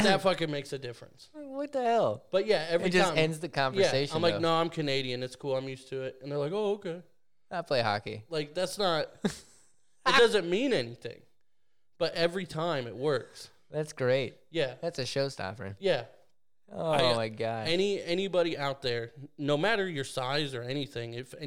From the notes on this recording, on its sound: We take all of our equipment to the garage and record the episode from there! While also trying to talk to random people walking by...